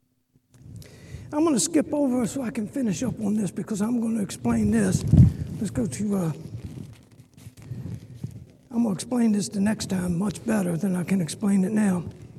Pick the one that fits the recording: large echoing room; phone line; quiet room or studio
large echoing room